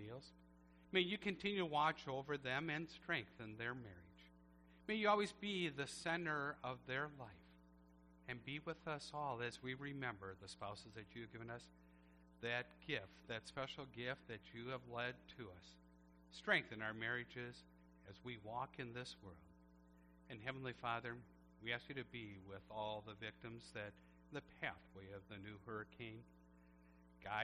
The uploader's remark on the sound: A Church Service recorded at Living Water Lutheran Church, Oshkosh, WI.